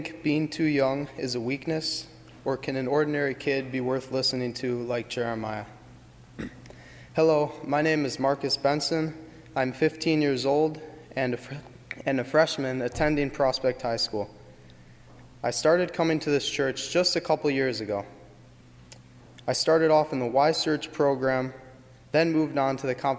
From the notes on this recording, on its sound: during the 8:30 AM and 11:00 AM services on Sunday February 11, 2018 as part of Youth Sunday, at First Presbyterian Church of Arlington Heights, Illinois